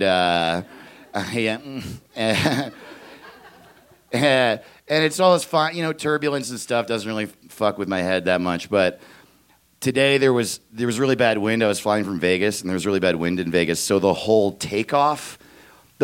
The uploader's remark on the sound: He stopped by The Narrators Denver to share this story. Recorded live on 20 December 2017 at Buntport Theater in Denver, Colorado.